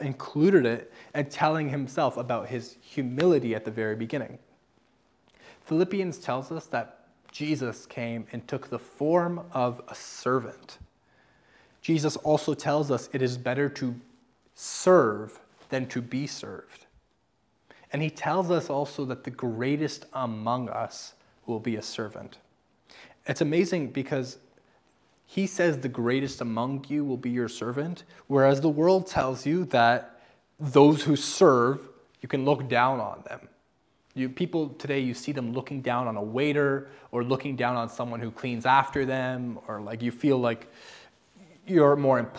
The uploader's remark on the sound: I am reposting a sermon I recently preached at my church this past Sunday about Spiritual gifts.